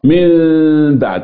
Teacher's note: الخطوه الاولى بتقلب النون الى ميم ثم تخفى الميم في الباء، مكتوبه في المصحف من بعد، انما هتقرا من بعد اهي، تلفظ تنطق منطوقه اهي من بعد. · Term: الاقلاب